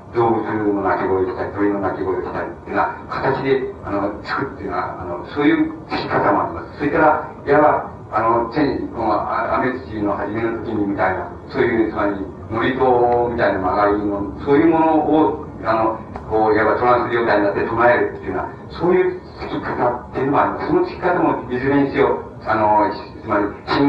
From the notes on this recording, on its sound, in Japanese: 主催：山王教育研究所 場所：山王会館（国電大森駅ビル4階）。山王教育研究所が主催する 「山王サイコセラピーセミナー」 の講演。周辺のノイズが入っており、 音質はあまりよくない。